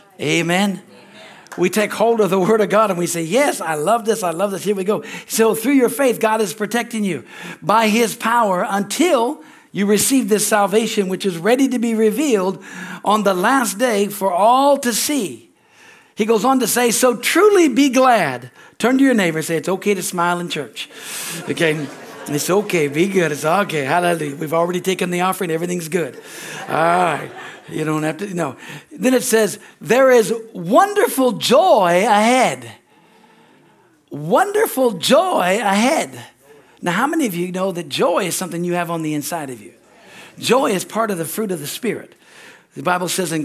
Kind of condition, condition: setting, large echoing room